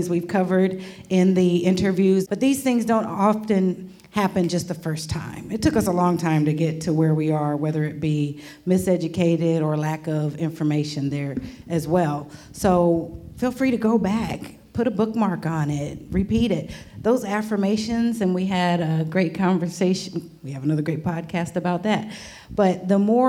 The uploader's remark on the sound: Today we have a very special episode we recorded with listeners of The Model Health Show live in Washington D.C.! This special Q & A show.